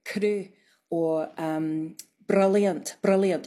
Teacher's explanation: It's just a little tap. It's not a long roll, and that's more common in contemporary speakers.